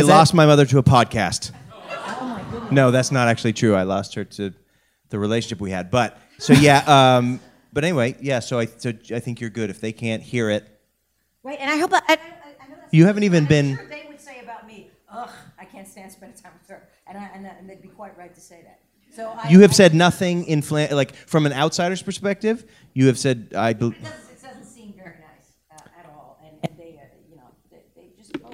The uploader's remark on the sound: Live from Sketchfest! Special STEREO release! Onstage live from the Gateway Theatre in San Francisco!